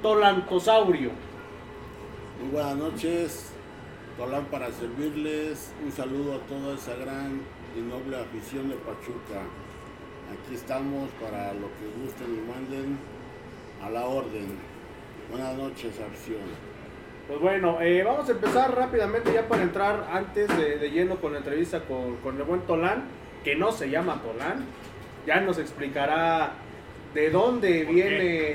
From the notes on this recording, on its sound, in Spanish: Estamos en vivo desde Java Cafe